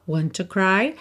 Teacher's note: want com to, você junta num T só